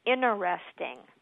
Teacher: But what's not correct is interesting, where you leave out that first T.